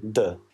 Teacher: Звук D у нас намного звонче, чем русский.